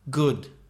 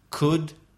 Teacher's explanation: Good has the vibration. Could doesn't have the vibration.